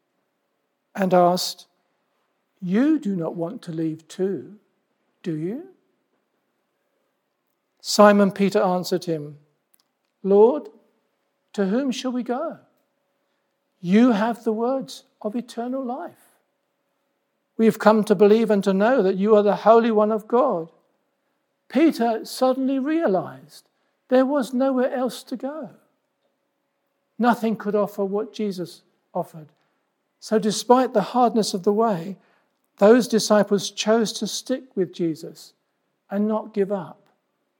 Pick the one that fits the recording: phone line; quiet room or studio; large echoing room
large echoing room